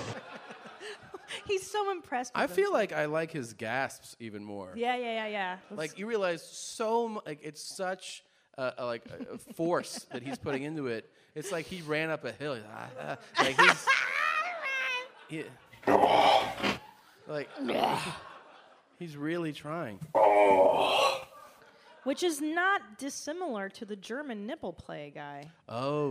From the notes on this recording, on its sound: Live From Brooklyn. There's nothing quite like a LIVE Mom in front of other Mom's, knawmean?